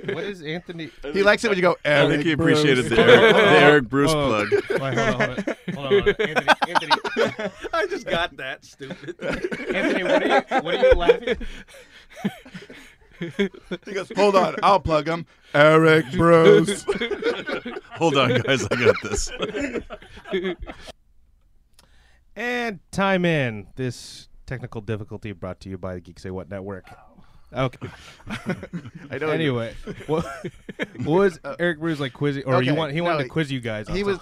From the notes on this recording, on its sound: Recorded on Day 3 of WonderCon. WonderCon Special. Recorded on Day 3 of WonderCon.